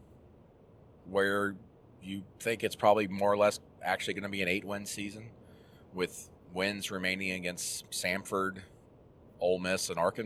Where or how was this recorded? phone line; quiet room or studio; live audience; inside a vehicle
inside a vehicle